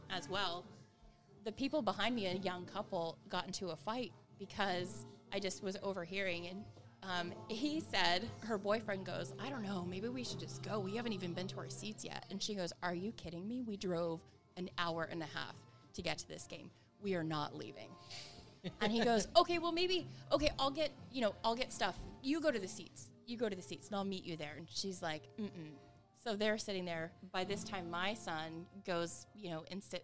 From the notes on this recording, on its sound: Live from the Vault 177 in Shoreline, WA.